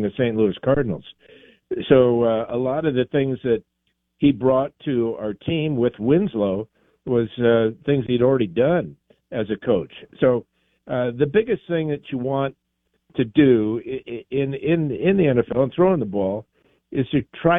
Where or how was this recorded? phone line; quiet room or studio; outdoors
phone line